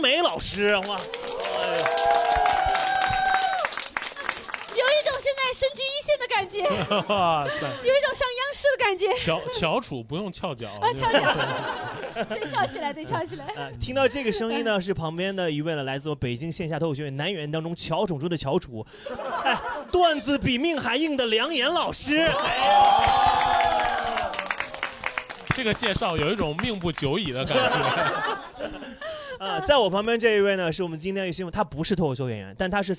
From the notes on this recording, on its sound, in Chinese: 能在现场看到大家真是不容易呀。